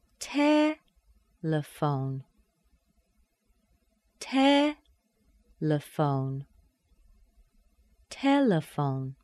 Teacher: The last syllable needs to have a secondary stress, a pure vowel sound.